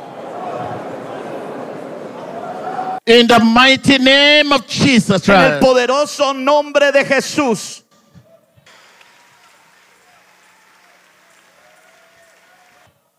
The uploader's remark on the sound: during the Mexico Pastor’s Conference held at the World Trade Center in Mexico City.